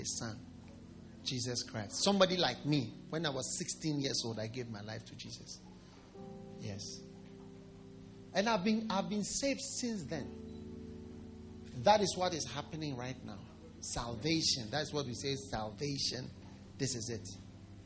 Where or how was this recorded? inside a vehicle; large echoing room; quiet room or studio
large echoing room